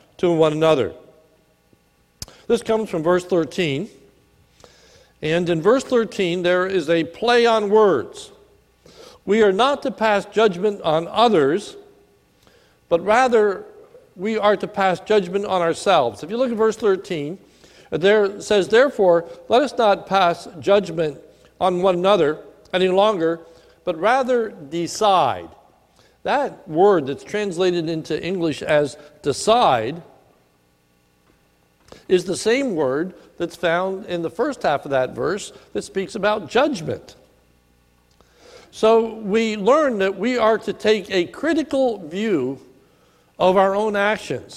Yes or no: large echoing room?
yes